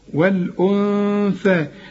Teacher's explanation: النون بدون تشكيل، مجردة من التشكيل وبعدها الثاء، والثاء من حروف الايه الإخفاء، هنا محتاجين غنة